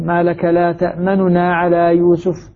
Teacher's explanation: لك لا تأمننا على يوسف نون مختلسة والاختلاس كما يقرره العلماء أن أنطق بالنون بالضمة بثلثي الضمة يعني الباقي منها أكثر من الذاهب لا يجوز أن أنطق بها ضمة كاملة فأقول تأمننا نونا نو